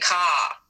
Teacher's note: Australian English is non-rotic, which means the R sound isn't pronounced. In Australian English, you would change the length of the vowel to kind of reflect where an R maybe was in the past. And so when you were saying car and shark back then, you weren't just saying ka, you were saying ka.